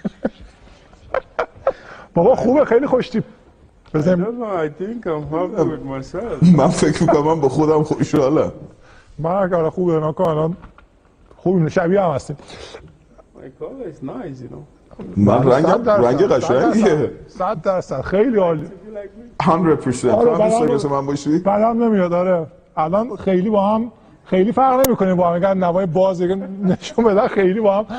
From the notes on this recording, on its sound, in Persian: این اپیزود که آخرین اپیزود فصل اول رادیو دستنوشتهها خواهد بود، نسخه صوتی مستندی است که با همین عنوان بر اساس اجرای زنده پادکست در جشنواره تیرگان ۲۰۱۹ تورنتو ساخته شده است.